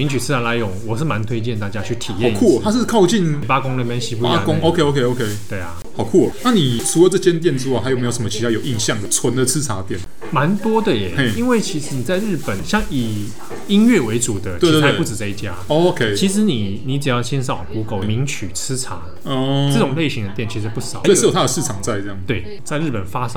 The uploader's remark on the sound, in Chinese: 本集白噪音指數：北風級 4/5。錄音地點：直物文具 Café。